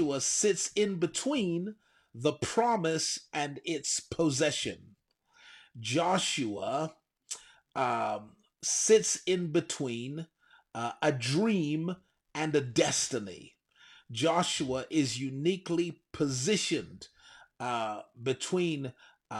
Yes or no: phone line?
no